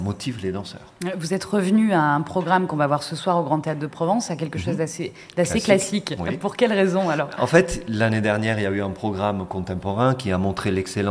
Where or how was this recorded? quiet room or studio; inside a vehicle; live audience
live audience